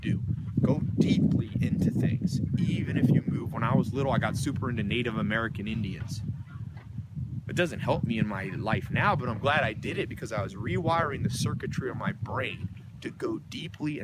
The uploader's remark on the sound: recorded a video for you out in the snow by the chickens and pigs